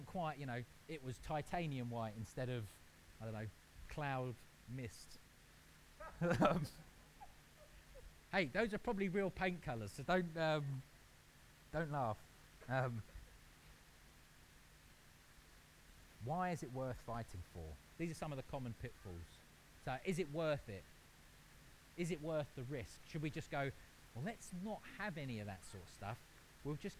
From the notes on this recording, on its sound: We apologise for the poor audio quality of this recording. This was due to technical issues.